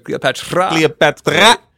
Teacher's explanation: Cleopatra with a rolled R.